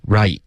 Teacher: 所以一定要注意 I 的这个滑动， right 结尾有一个 E 的音 · Term: 双元音